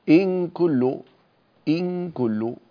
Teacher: تلتصق النون في مخرج الكاف مع ترقيقها، لا نقول إن كل، شوية في تفخيم، لا، انزلي رققي، إن كل.